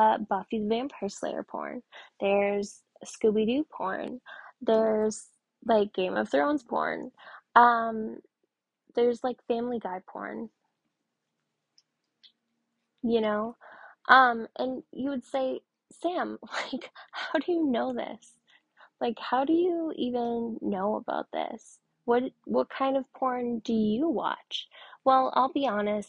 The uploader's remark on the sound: the audio sucks I’m working on it